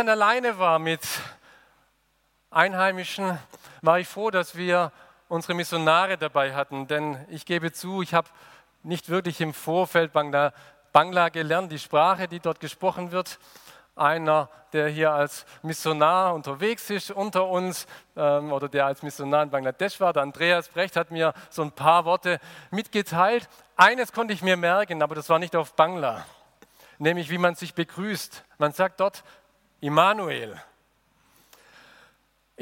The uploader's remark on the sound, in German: aus dem Gottesdienst der Liebenzeller Mission